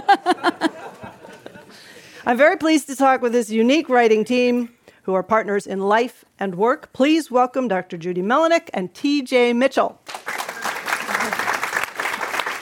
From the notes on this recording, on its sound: This program was recorded in front of a live audience at The Commonwealth Club of California in San Francisco on January 28th, 2020.